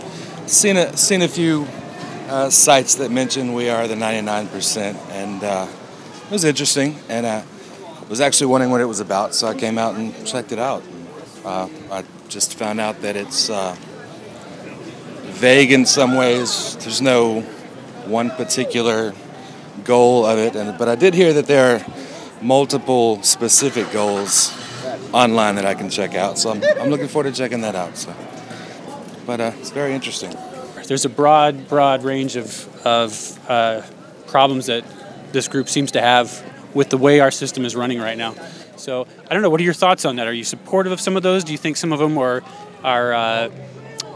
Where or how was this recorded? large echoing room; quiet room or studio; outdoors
outdoors